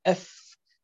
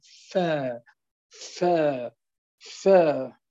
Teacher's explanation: الحروف المتحركة نأخذ مثلا الفاء، نقول عندما كان ساكنا قلنا بالتصادم أف، عندما يكون متحركا بالتباعد